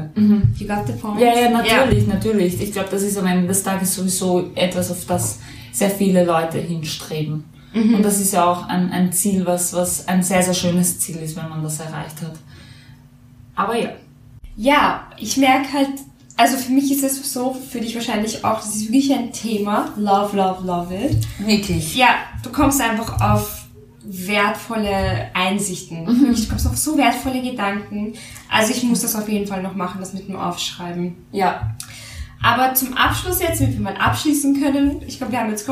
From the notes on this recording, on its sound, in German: Entschuldigt die schlechte Qualität diesmal, das Mikro ist bei den Aufnahmen leider nicht gut gestanden